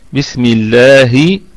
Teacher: لام لفظ الجلالة مرققة لأنها مسبوقة بكسرة